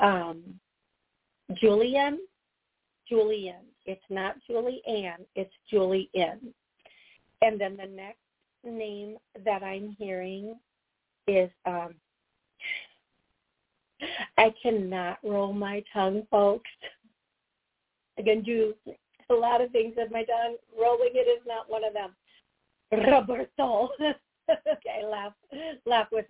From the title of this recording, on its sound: Live Call